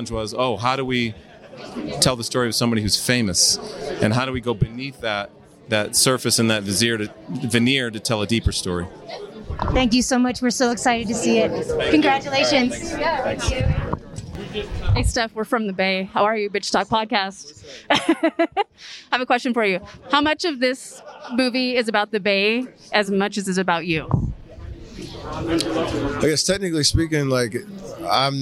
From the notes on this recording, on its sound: Underrated Red Carpet LIVE From Sundance.